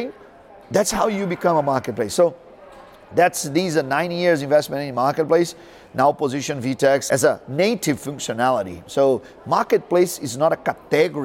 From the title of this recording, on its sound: Live from ShopTalk